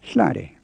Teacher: It's definitely a high-low word, hlade, but the high syllable is shorter and sharper than the high tones in most of the words you've met so far. It's not hlade, but hlade. · Term: creaky tone